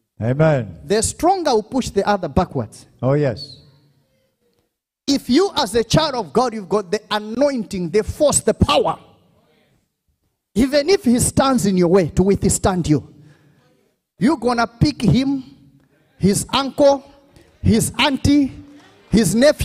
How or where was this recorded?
live audience